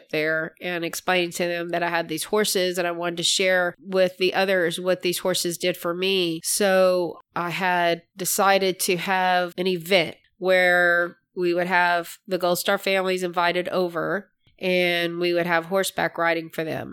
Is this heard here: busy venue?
no